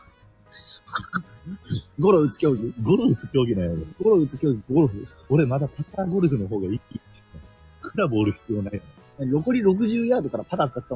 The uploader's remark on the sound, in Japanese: ライブができないから公園で公開収録〜アルコールを添えて〜。屋外での収録のため、やや雑音が多く申し訳ございません。